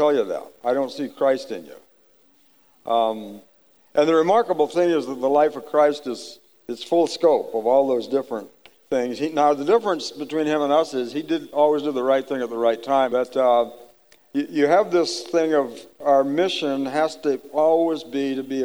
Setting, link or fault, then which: setting, live audience